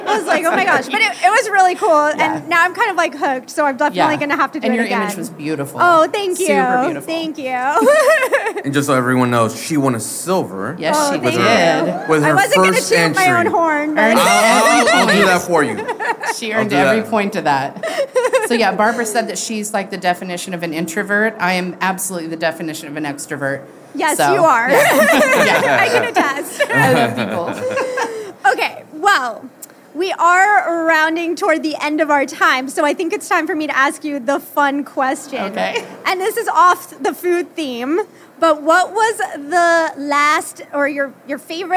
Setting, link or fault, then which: setting, busy venue